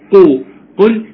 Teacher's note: المحافظة على ضم القاف ونطقها قاف وليس كاف